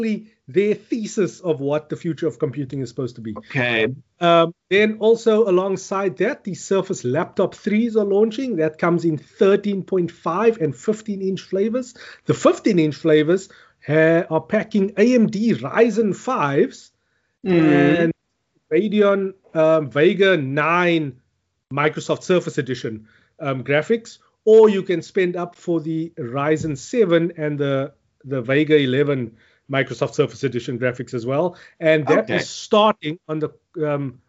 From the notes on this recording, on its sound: Recorded via Skype